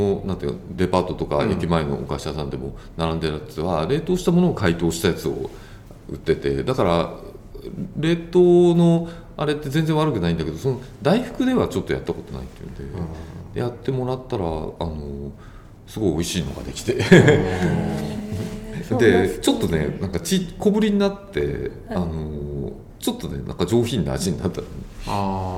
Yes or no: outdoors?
no